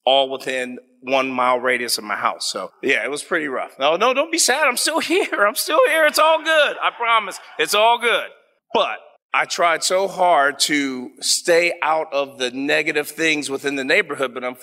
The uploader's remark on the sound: on stage at the Columbus Athenaeum on March 9, 2022 during the Columbus Storytellers Project event